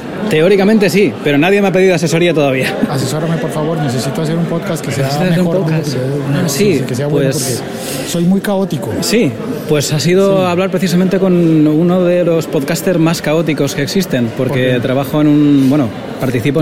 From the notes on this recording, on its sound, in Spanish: Desde Alicante, en un episodio grabado entre muchos podcasters conversando de todo al mismo tiempo. Y simultáneamente desde Bogotá con el nuevo Moto Z Force 2.